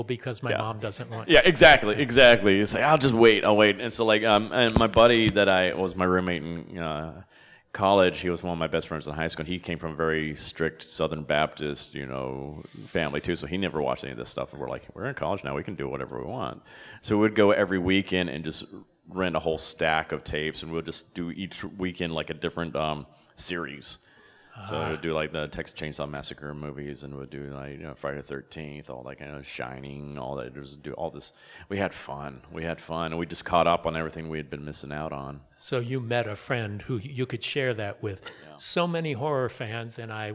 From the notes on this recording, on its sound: LIVE from the 2023 Days of the Dead horror festival in Los Angeles CA